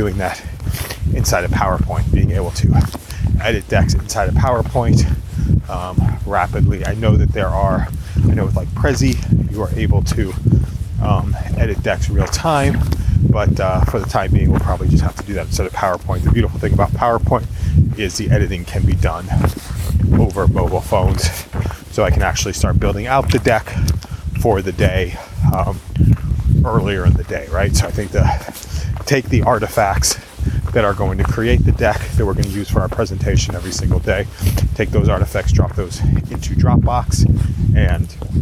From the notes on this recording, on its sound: Walk and talk brainstorm